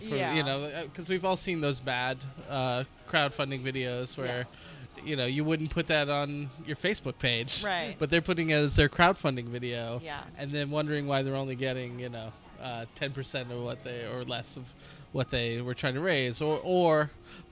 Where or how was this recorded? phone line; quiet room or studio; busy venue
busy venue